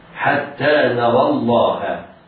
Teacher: القاعدة العامة التي قلناها كثيرا ويجب على كل متعلم للقرآن الكريم حفظها وتطوى العناية بتطبيقها، إذا التقى ساكنان أولهما حرف مد وجب حذف حرف المد، حتى نرى الله. اللام في لفظ الجلالة مفخمة لوقوعها بعد فتح وهو الراء